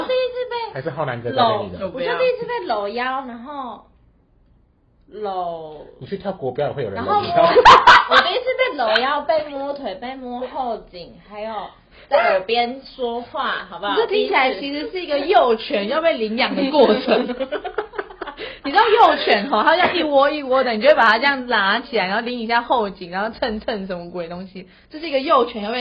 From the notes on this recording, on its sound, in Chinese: 本集有些許收音技術問題。吵鬧注意。